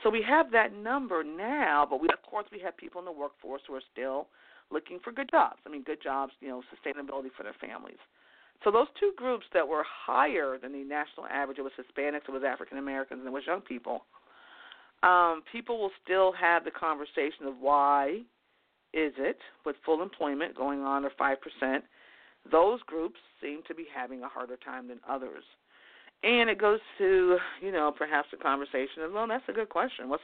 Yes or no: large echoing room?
no